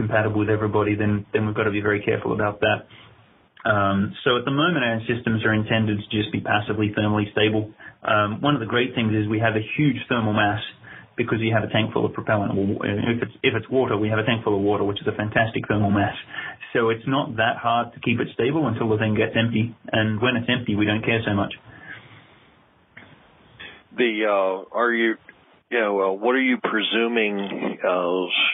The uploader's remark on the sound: weekly teleconference